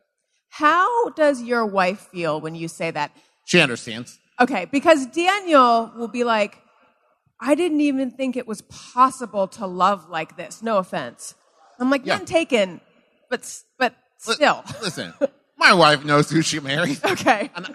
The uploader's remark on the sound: Join me onstage for a live show from the Big Adventure Festival in Costa Mesa, California.